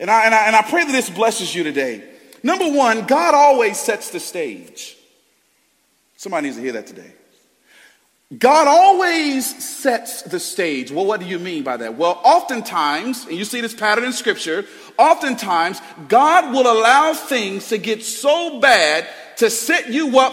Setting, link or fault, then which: setting, large echoing room